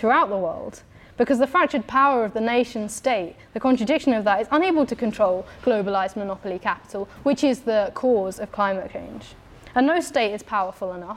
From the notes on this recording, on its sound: talk from Revolution Festival 2019